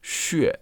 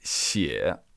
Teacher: One is xue, and the other is xie, like with a fourth tone and a third tone